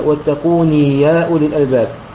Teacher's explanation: يأتي بمد الطبيعي حركتين ولا يتعجل في نطق الياء ولا يشدد الياء التي بعدها